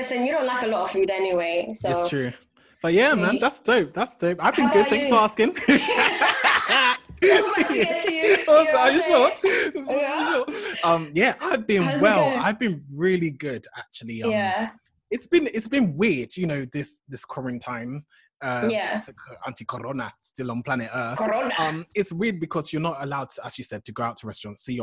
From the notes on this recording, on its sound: Interacted with our fans who interacted with us via the comment section.